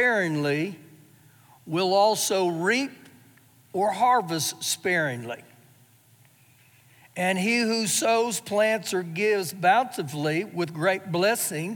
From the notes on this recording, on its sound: Recorded live during our Wednesday night service.